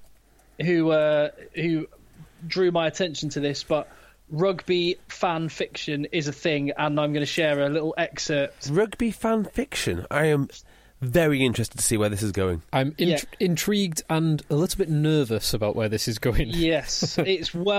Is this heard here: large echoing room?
no